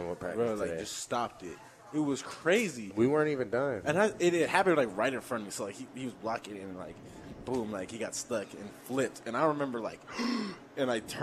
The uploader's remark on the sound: Live from Daq Shack!